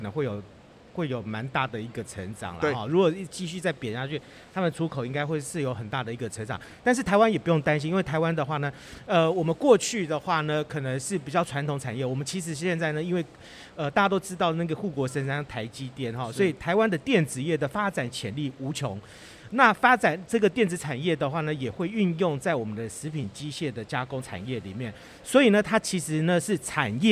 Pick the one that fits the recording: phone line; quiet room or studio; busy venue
busy venue